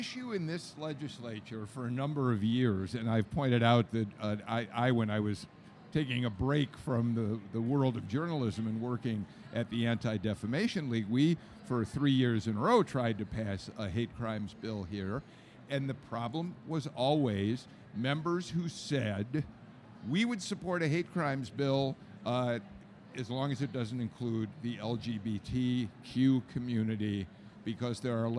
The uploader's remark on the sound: Live From The Capitol On Sine Die